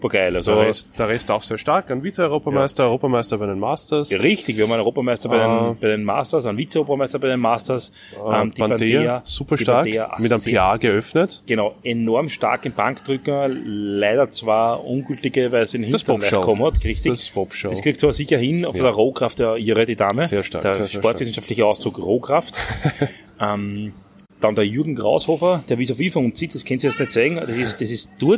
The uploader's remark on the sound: At this year's bench Europeans in Luxembourg.